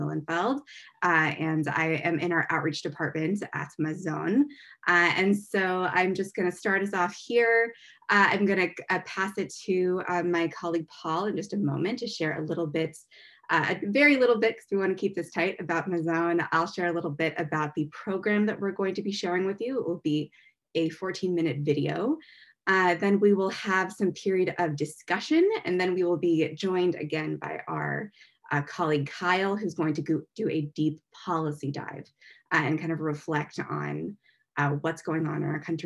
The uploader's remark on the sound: This audio was originally captured from Zoom on 01/05/2021 as part of Drisha's Winter Zman.